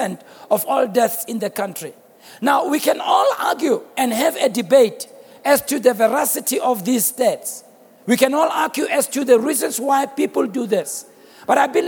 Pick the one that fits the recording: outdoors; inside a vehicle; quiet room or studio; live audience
live audience